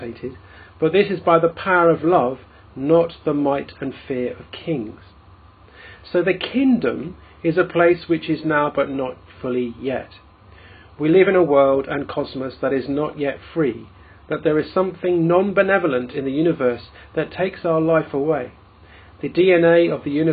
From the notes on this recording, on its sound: In this podcast recorded at the Moot Eucharist at the Guild Church of St Mary Aldermary.